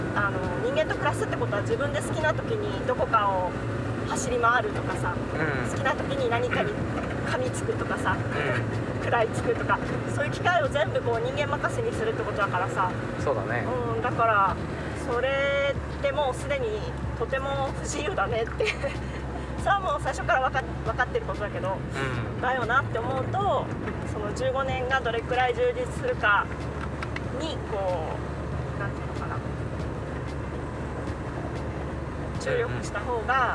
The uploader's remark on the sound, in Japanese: 軽トラでクリーンセンターへゴミ出しに向かう道すがらの収録